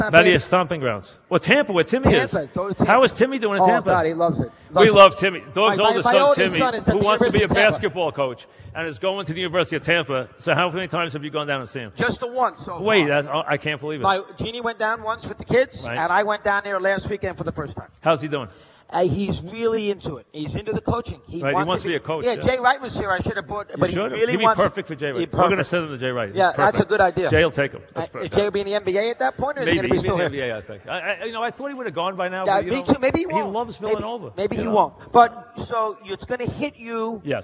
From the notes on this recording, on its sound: Live at the Tilles Center